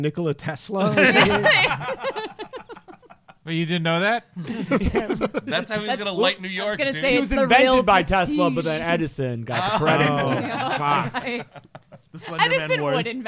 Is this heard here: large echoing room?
no